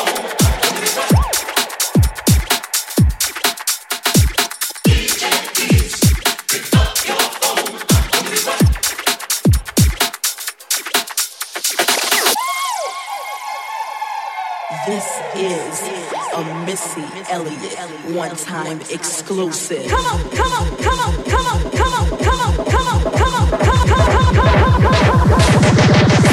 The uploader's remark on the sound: Live at JUPTR Afterhours. Excited to share my set live from JUPTR Thursday's Taurus Season event.